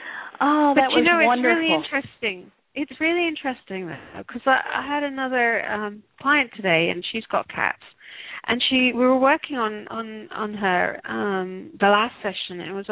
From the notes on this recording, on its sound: Takes your calls for healing live today!